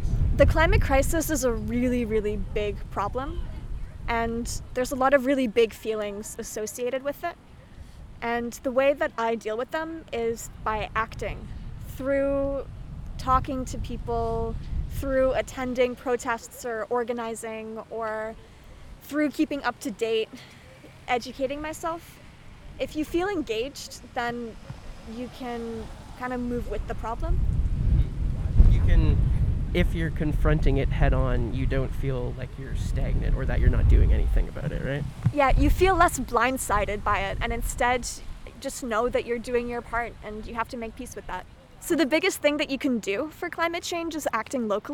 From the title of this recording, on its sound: On Site at the Climate Rally